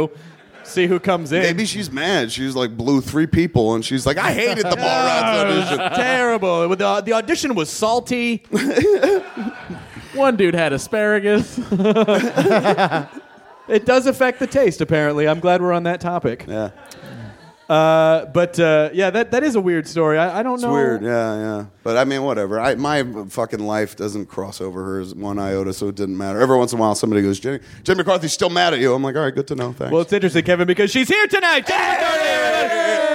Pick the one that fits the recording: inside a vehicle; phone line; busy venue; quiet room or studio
busy venue